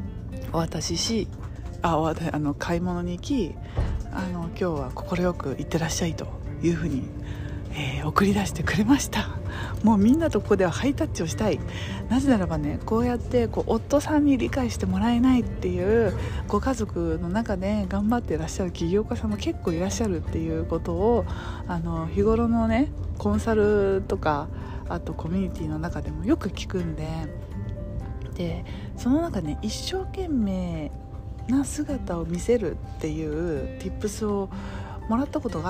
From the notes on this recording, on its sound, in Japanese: イタリアはコモへ行く途中の電車の中で収録しました。